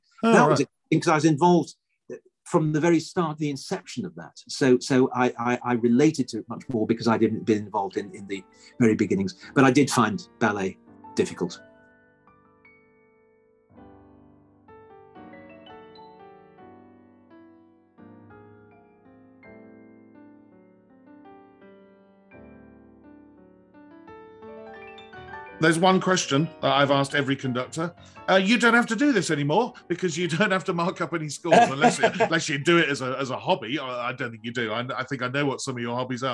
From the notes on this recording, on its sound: Via Zoom.